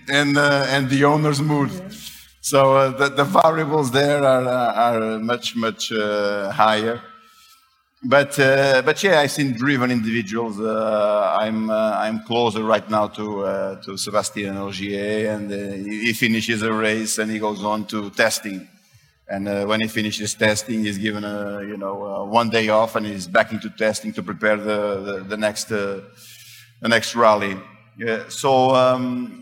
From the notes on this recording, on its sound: Live at the Web Summit earlier this year, which was held in Lisbon, Portugal. We very rarely release podcast episodes that have taken place live in person, so this episode is a bit different for us.